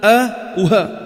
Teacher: تحت بعد الأوتار الصوتية بيطلع عندك حرفين من أقصى الحلق، همز هاء